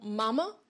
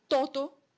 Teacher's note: au lieu d'accentuer les deux, on aura juste le premier très ouvert et le deuxième beaucoup plus fermé · Term: réduction vocalique